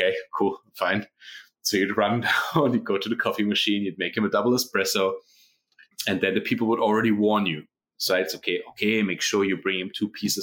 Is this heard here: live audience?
no